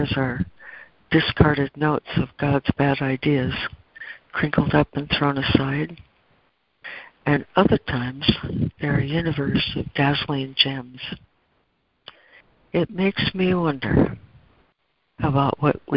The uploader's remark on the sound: ACIM Daily Conference Call